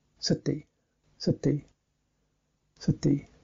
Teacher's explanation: Those are two light syllables. It trots along.